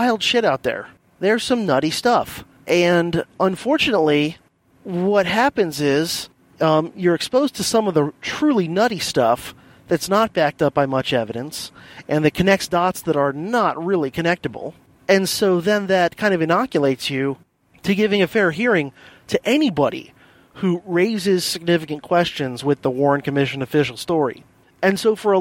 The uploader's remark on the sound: I’ve got an episode recorded while commuting in The Silver Bullet (my silver Hyundai Accent hatchback.)